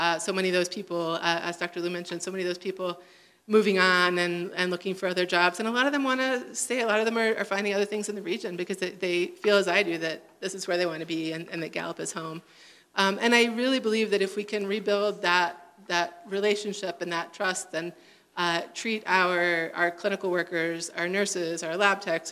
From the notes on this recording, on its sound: Recorded at Angela's Cafe in downtown Gallup.